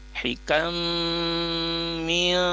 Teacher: Jadi hukumnya adalah idgham biguna. Jadi tidak ada bunyi nun, tapi nunnya masuk, lebur masuk ke huruf mim. Hikam mil. Nah di sini min ini nun sukun.